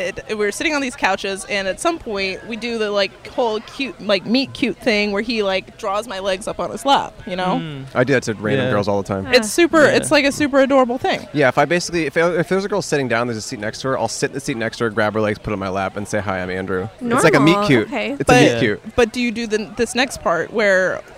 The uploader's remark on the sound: Recorded on 7/17/21 at Riverbed Farm in Anaheim, California.